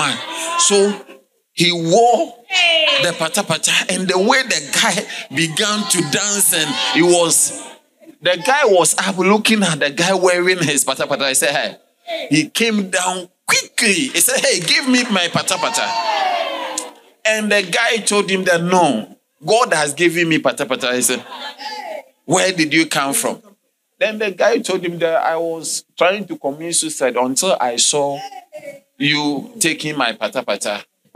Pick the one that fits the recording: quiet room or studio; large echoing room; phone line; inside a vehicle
large echoing room